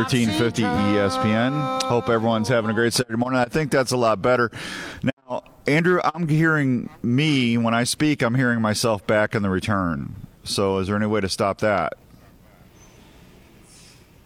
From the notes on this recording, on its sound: Live from the Iowa Deer Classic